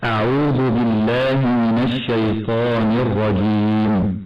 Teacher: كذلك في كلمة الرجيم وقعت اللام قبل الراء فيجب إدغام اللام في الراء